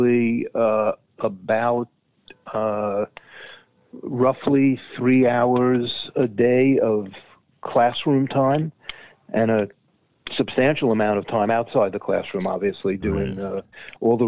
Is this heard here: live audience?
no